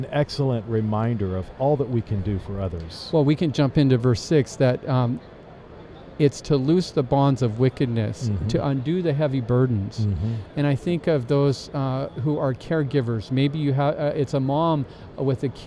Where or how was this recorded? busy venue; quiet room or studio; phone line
busy venue